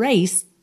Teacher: Aqui você também praticamente não ouve o D. A língua até vai no céu da boca, né, pro raced, fazer esse D, só que o like também sai desse local, né, de língua com o céu da boca.